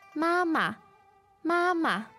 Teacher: the first ma syllable there is first tone. Yes. And then the second syllable is a neutral tone.